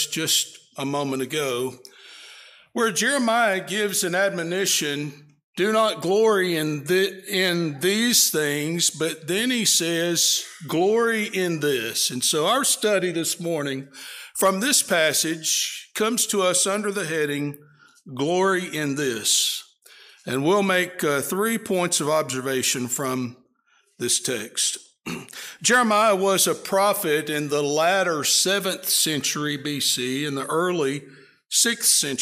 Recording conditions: large echoing room